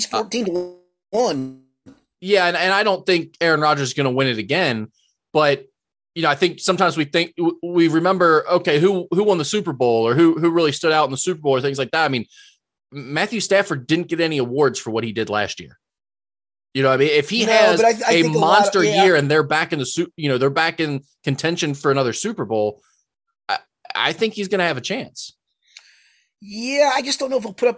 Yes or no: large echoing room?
no